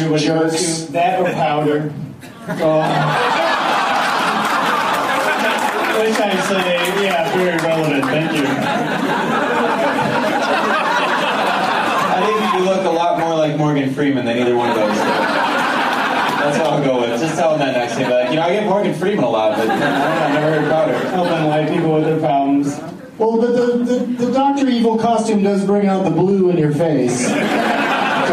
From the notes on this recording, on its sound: against audience members at Zanies in Rosemont, IL.